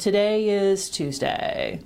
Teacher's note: There's very little airflow. Then the voice becomes very sort of a popping or a creaking sound. · Term: vocal fry